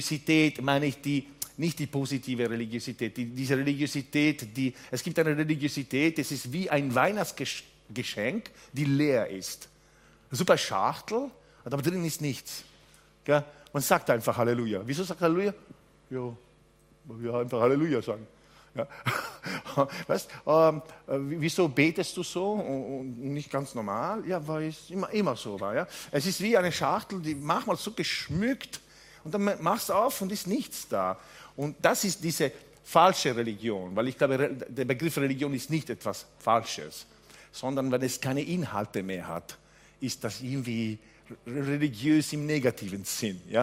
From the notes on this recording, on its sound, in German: Gottesdienst live aus der LIFE Church Wien